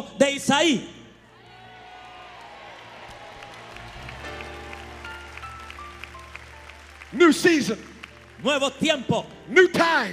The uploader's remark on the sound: Sermon recorded during the Bay Revival. The Bay Revival is a spiritual awakening of the Christian faith that started at the Church of His Presence in Daphne, Alabama.